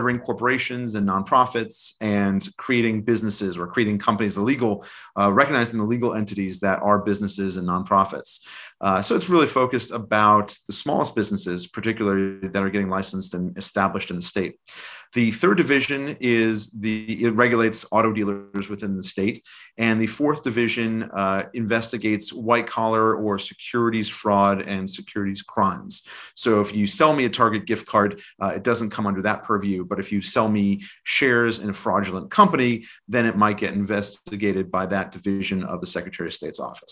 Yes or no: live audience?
no